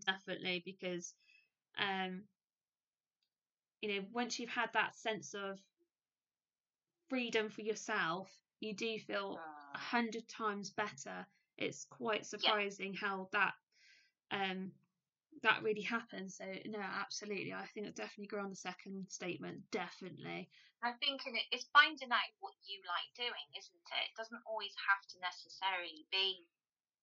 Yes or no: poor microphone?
yes